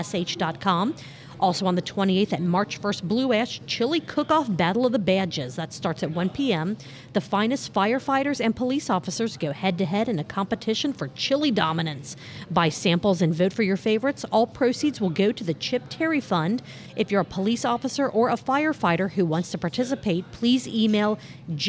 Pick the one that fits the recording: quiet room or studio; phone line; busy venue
busy venue